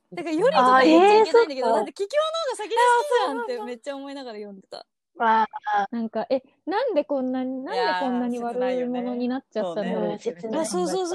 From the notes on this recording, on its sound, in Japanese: 緊急事態宣言の発出に基づき、リモート環境にて収録しております。ふだんの配信よりも聞きづらい箇所などあるかもしれませんが。